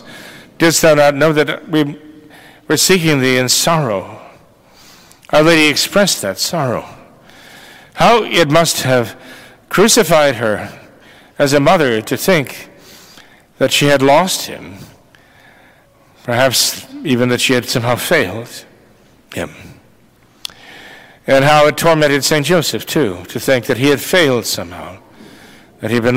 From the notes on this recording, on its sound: This recording was taken from the Immaculate Conception Church sermon on 1/7/2024